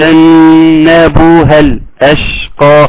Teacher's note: الالف يسقط لان التقاء ساكنين فيسقط الالفين